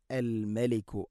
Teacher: ഹുവല്ലാഹു അല്ലദീ ലാ ഇലാഹ ഇല്ലാഹു അൽ മലികു, അൽ മലികു, അൽ മലിക് അല്ല, അൽ മലികു. മീമിനെ പിന്നെ നേർപ്പിക്കണം, കനപ്പിച്ചുകൊണ്ട് ഉച്ചരിക്കരുത്. അൽ മലിക് അല്ല, അൽ മലിക്.